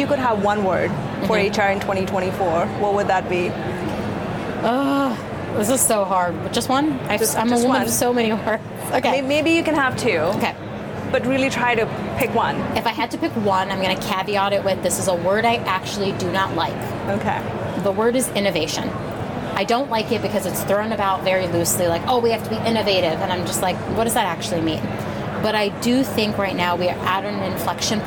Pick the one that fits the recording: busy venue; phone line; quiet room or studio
busy venue